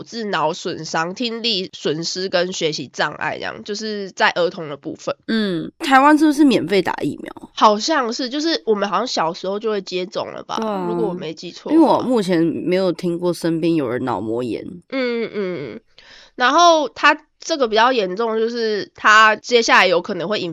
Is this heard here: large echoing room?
no